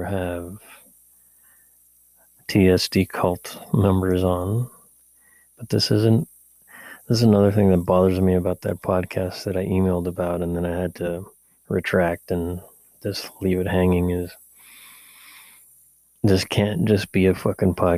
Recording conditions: hum or buzz